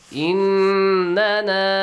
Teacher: Nasal sound. For two counts. Prolong it. · Term: Ghunna sound